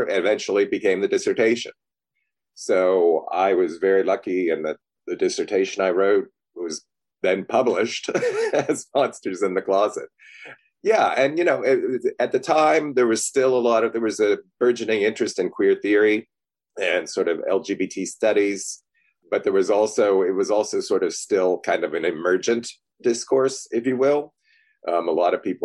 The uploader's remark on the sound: The interview was done on Zoom so the audio isn't great.